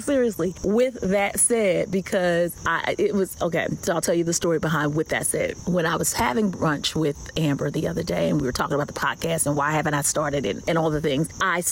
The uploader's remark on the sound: Here I am...getting started, spontaneously, while sitting in my mother's backyard, after my morning devotional, with birds chirping, and only the voice memo on my phone to record.